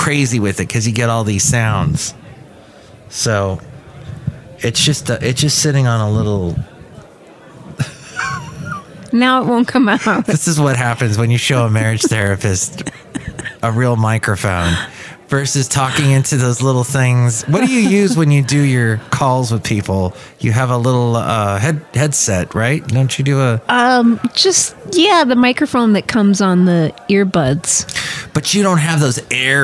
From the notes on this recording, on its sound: podcasts live from Café Anyway